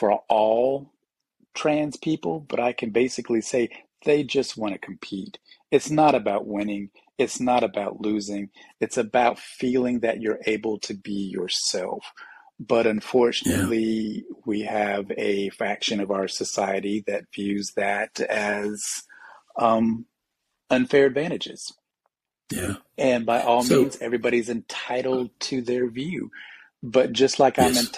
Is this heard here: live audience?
no